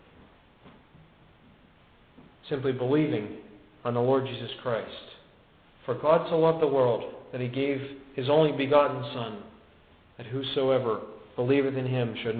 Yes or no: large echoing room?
yes